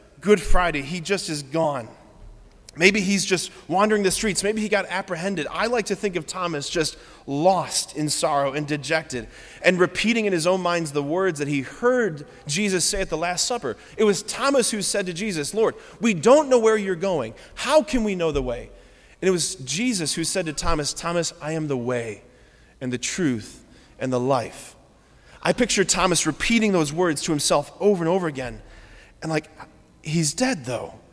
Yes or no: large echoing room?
yes